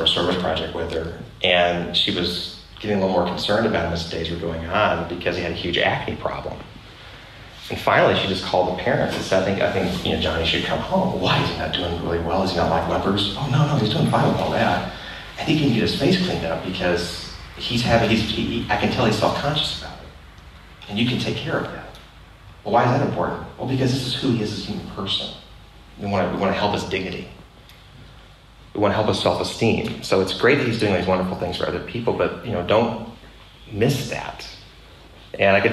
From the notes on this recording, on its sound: This episode of The Dad Project is a live recording. In an expensive urban center. This episode was recorded in front of a live audience.